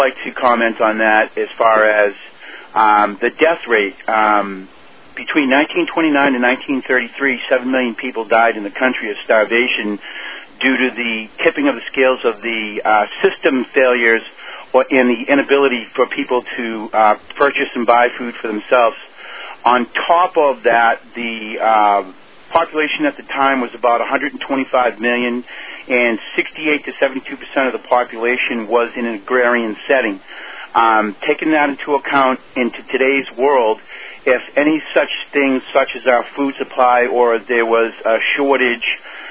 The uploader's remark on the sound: Listener phonecalls